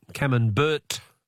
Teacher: But we don't pronounce the T. · Term: silent T